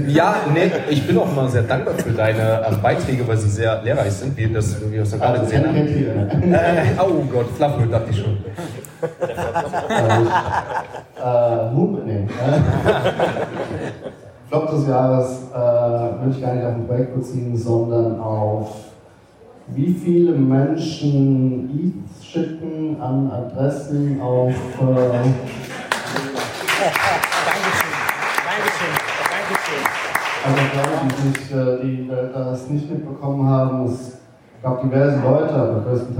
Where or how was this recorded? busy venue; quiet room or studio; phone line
busy venue